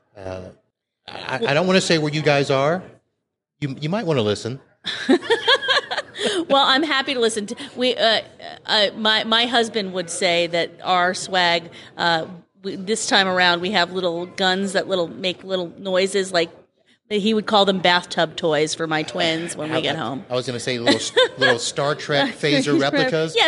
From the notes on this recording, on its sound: during the PAX8 Beyond 2023 conference